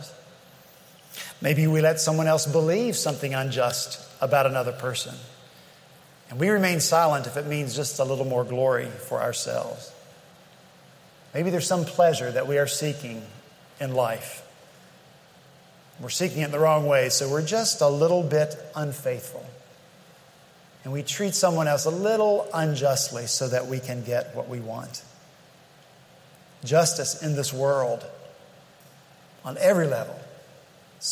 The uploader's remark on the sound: At Redeemer Presbyterian Church in Charleston, SC.